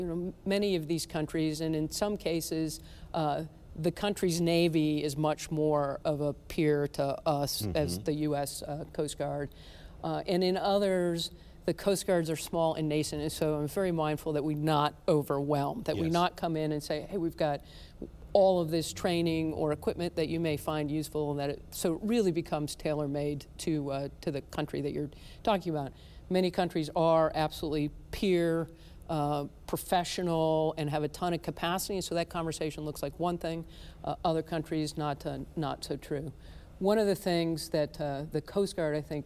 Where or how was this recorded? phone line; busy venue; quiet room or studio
busy venue